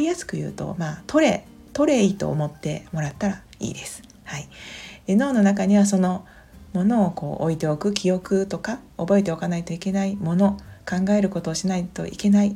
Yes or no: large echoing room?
no